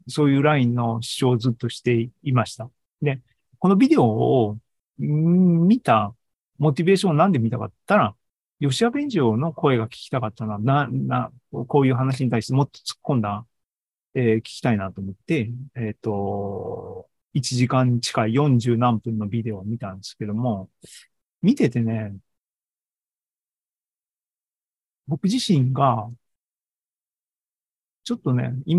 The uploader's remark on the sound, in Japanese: ZOOMライブの模様です。